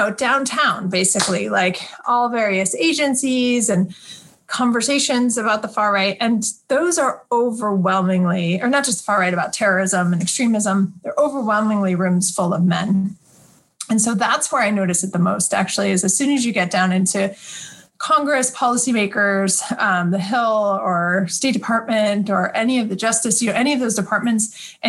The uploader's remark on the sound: This episode was recorded on November 12, 2020 via Zoom.